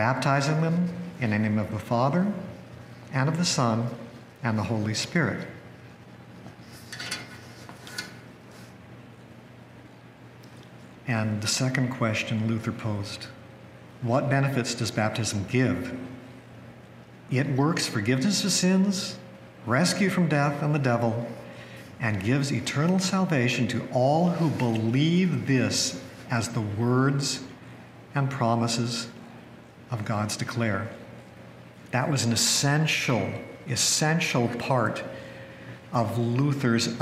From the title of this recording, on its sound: Resurrection Lutheran Church Sunday Service